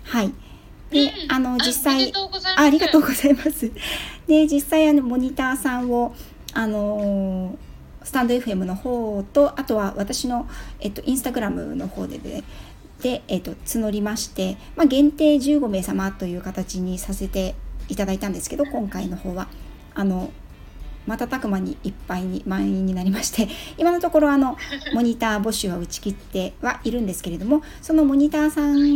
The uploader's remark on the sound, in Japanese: スマホ2台で収録した。クラブハウス。ペットのホリスティックケア roomで開催された。未編集なのでお聞き苦しいところがあるかもしれません。